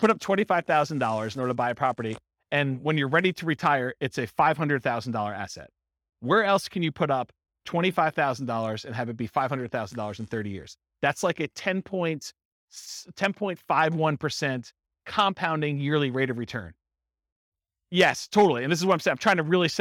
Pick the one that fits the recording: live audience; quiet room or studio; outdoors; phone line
live audience